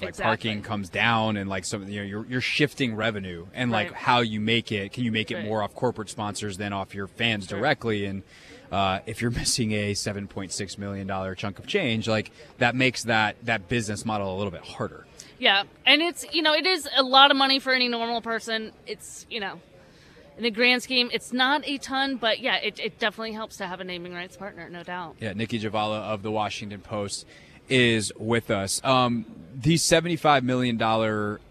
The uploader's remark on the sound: live from the NFL Combine